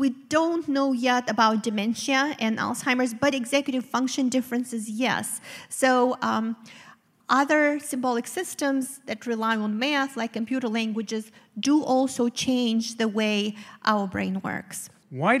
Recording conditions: live audience